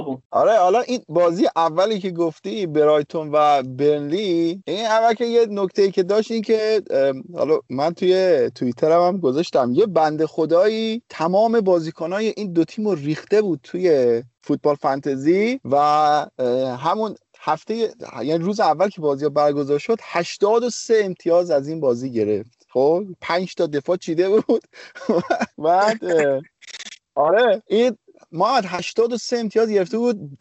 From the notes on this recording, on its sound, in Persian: ضبط اسکایپی جداگانه هر بخش از پادکست